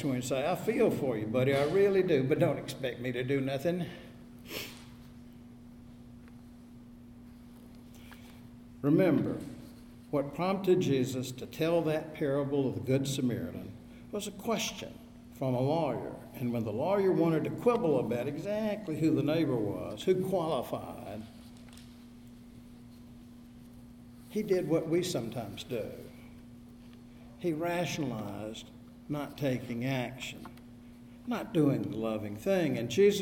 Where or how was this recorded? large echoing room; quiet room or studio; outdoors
large echoing room